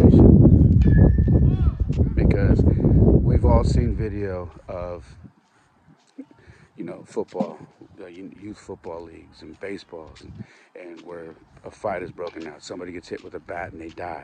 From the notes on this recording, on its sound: I was rucking again so this episode was recorded while I was on the go!